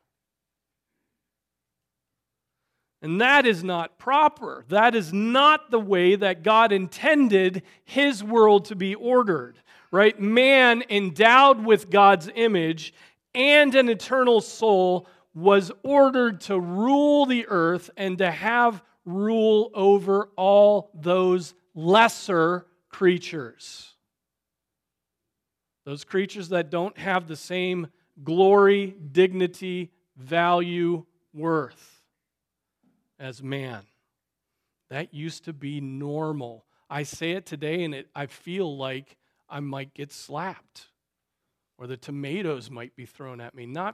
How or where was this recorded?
large echoing room